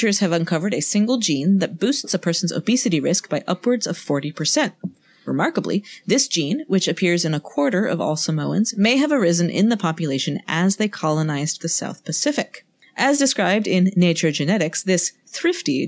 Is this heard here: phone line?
no